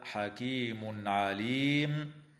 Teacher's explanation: ويظهر التنوين عند العين في قوله تعالى: حكيم عليم، وتنتهي الآية عند كلمة عليم بالاتفاق، والوقف عليها من قبيل الوقف التام.